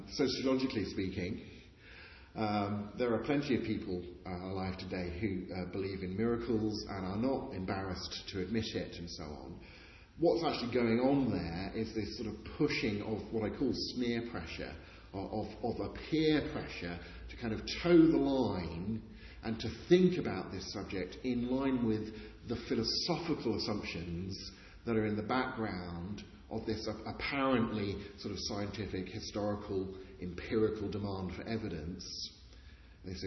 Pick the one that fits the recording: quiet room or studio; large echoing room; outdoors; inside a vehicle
large echoing room